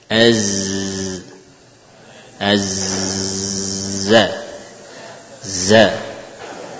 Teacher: Za diusapkan tanpa hams, tanpa aliran nafas yang banyak.